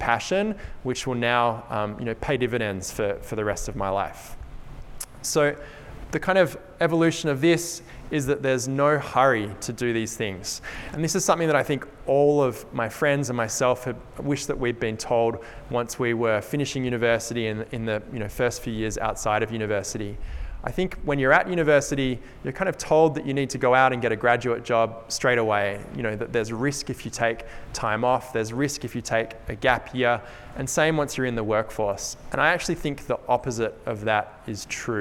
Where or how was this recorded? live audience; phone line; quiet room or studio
live audience